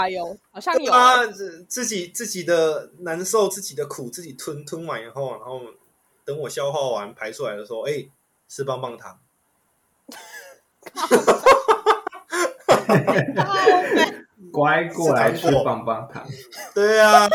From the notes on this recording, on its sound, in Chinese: 一樣採用遠端錄音和極度拙劣的剪輯能力，還請大家多包容音質和音量上的問題